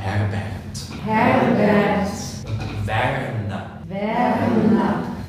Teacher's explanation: die Norddeutschen und die Westfalen verschlucken das R.